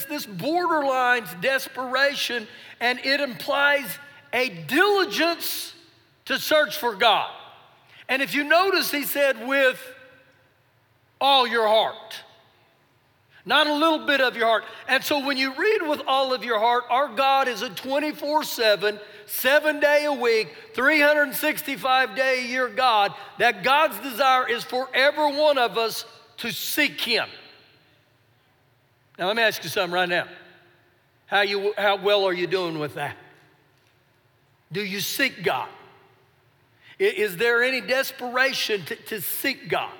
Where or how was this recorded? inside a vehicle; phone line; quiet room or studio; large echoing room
large echoing room